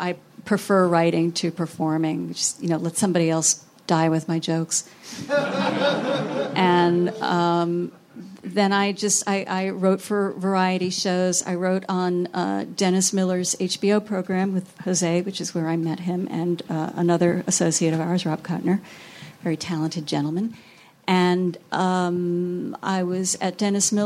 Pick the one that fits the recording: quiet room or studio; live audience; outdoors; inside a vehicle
live audience